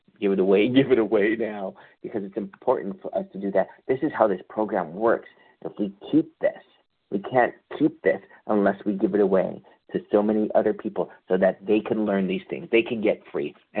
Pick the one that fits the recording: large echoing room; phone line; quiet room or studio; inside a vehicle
phone line